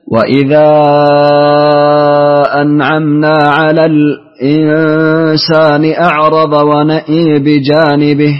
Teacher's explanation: يفتح النون ويميل الهمزة. يميل الهمزة فقط بدون النون. · Term: إمالة الهمزة